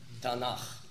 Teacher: Man sagt nicht Tanak, weil das K, wenn ein Vokal voraufgeht, wird aufgeweicht.